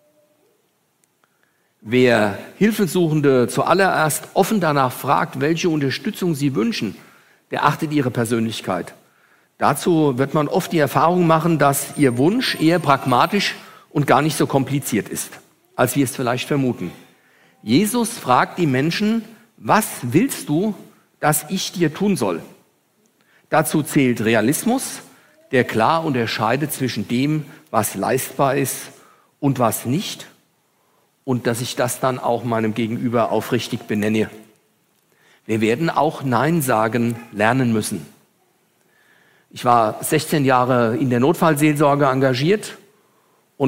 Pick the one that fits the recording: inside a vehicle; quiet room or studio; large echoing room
large echoing room